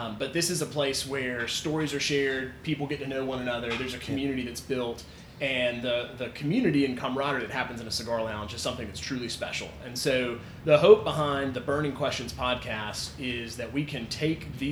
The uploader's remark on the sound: originally recorded at The Ellijay Cigar Lounge on the evening of Sept.